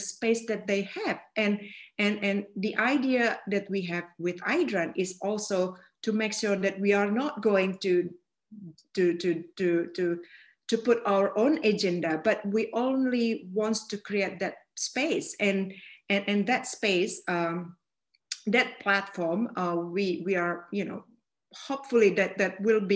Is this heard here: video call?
yes